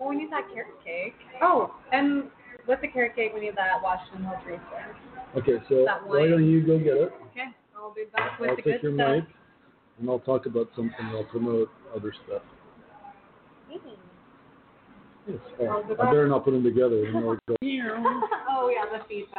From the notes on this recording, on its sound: Come be part of our studio audience, live in the resturant and recieve 20% off all food items. We are live from the restruant.